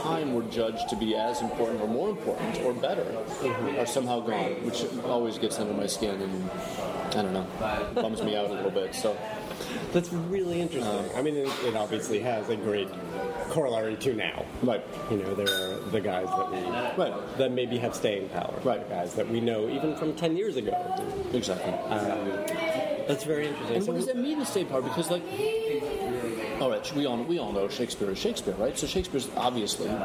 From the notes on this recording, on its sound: Recorded at a cafe in Brooklyn. There is a lot of background noise in this interview! It gets a bit better halfway through.